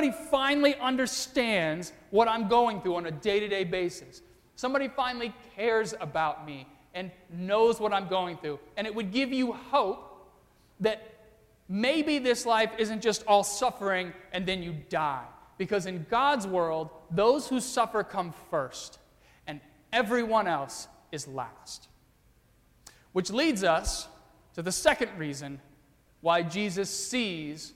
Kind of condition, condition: setting, large echoing room